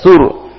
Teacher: pakai sa dengan menggigit ujung lidah